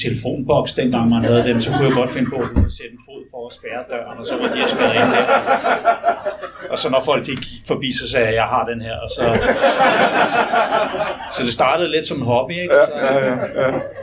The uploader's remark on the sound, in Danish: LIVE fra Roskilde